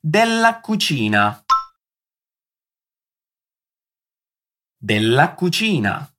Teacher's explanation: E na hora de pronunciá-la, damos uma certa italianizada. E o della, de della cucina, tem dois L's. Então vamos prolongar esse som.